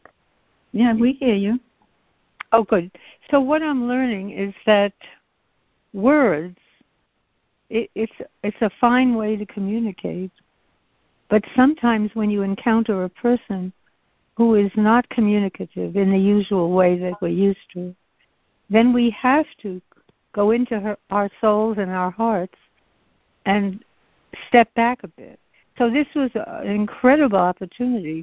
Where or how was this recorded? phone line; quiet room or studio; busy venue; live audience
phone line